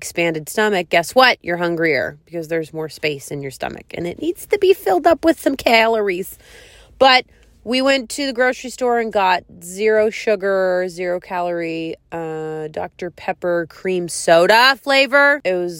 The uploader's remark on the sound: One podcast from my car and one podcast from my bed.